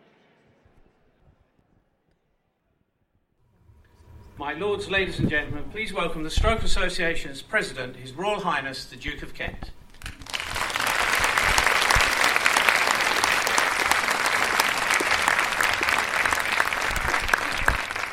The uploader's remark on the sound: Live from event night with the Stroke Association